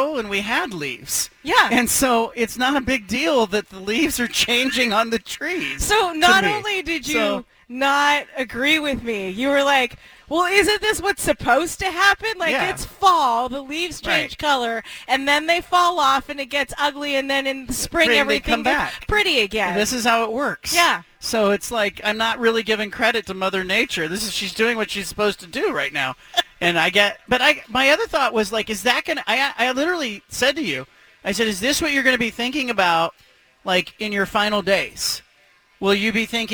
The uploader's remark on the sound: broadcasts live from Killer Burger in West Linn